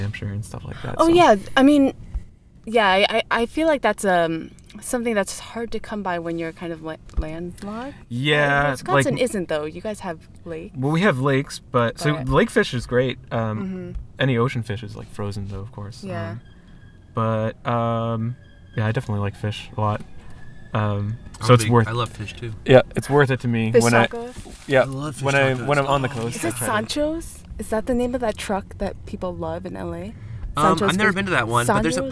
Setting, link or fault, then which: setting, outdoors